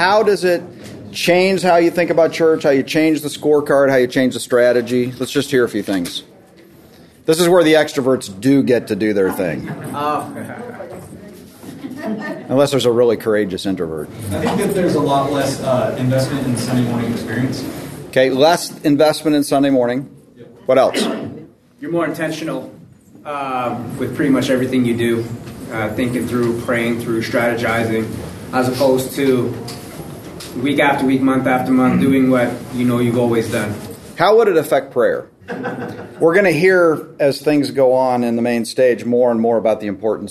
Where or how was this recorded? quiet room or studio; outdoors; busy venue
busy venue